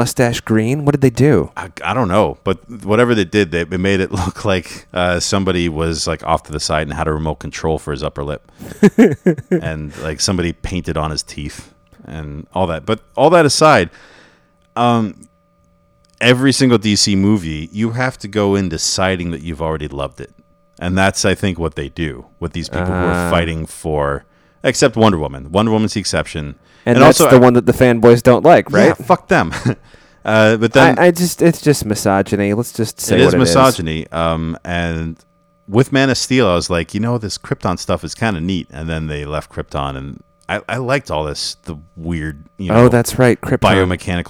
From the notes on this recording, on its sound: We forgot to unplug the refrigerator. We recorded at a different location from our usual spot. That means you can hear it buzzing from about the 9:00-minute mark to about 26:15.